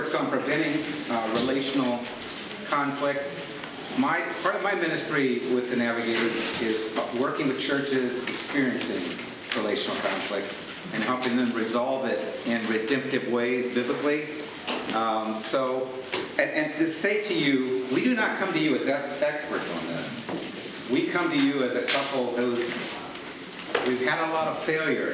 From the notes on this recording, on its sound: Today’s audio comes from the National Disciple Making Forum by Discipleship.org. Navigators Church Ministries led a track called, “Disciple Making Relationships Get Real and Go Deep.”